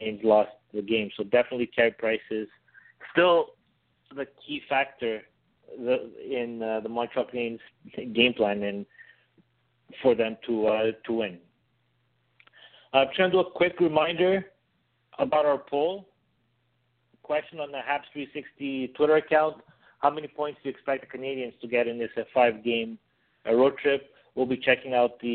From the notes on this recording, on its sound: We take your phone calls (1-877-455-4945).